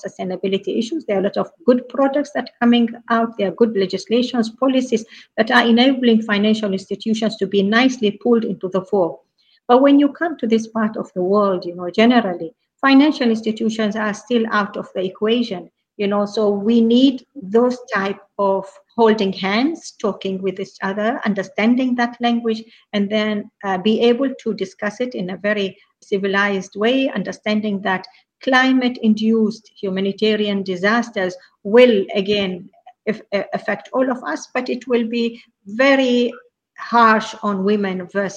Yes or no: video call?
yes